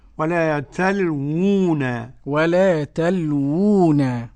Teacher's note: الواو الأولى مضمومة والثانية مدية